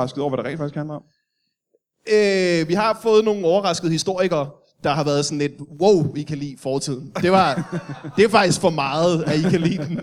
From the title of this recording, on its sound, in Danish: Live fra Comedy Zoo København